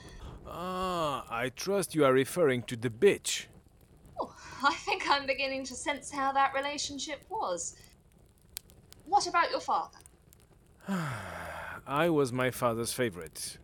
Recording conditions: poor sound quality